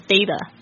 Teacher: 在这个美式英语里面呢就是 T 介于两个元音之间呢它会就是浊化变成好像介于 T 跟 D 之间的发音